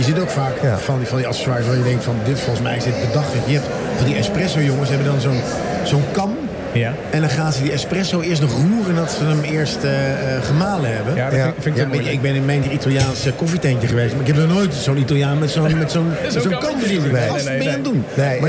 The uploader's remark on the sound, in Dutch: nu live vanuit de bruisende ambiance van de 50PlusBeurs in de Utrechtse Jaarbeurs